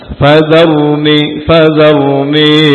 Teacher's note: Rasukun sebelumnya fathah tafkhim, tebal, dengan mengangkat pangkal lidah, kemudian ujung lidah digetarkan dan bibir bawah diangkat sedikit ke atas.